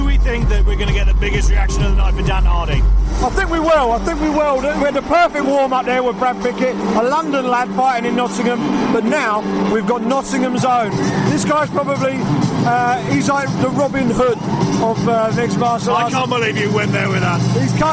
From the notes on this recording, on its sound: live reaction from cageside in Nottingham, England